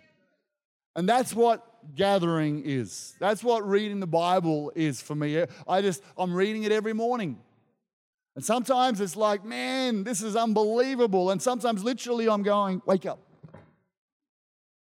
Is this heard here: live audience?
yes